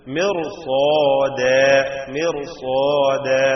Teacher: സാന്റെ അലിഫിലും തഫ്ഹീമുണ്ട്, ദ നേരെ വിപരീതമായ ഇസ്തിഫാലിന്റെ അവസ്ഥയുമാണ്.